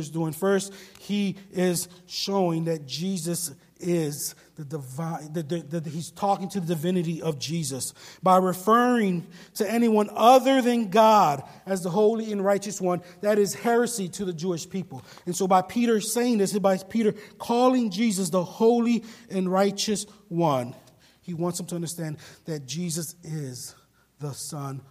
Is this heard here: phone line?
no